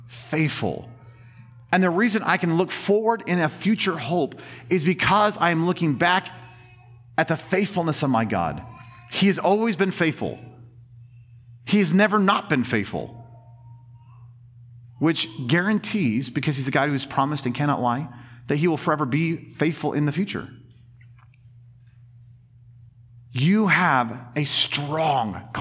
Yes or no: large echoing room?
yes